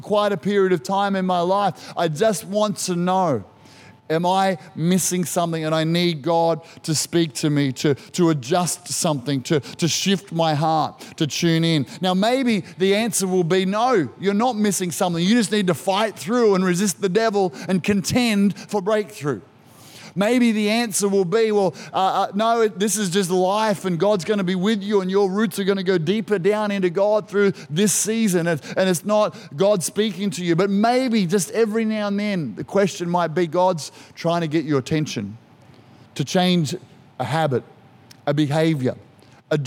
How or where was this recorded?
large echoing room